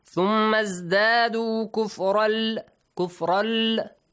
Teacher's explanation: Tanween plus lam, merging idgham. But without ghunna, yes? No nasal sound. Just merge them.